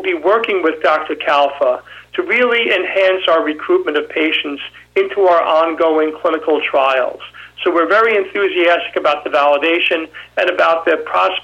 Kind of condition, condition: link, phone line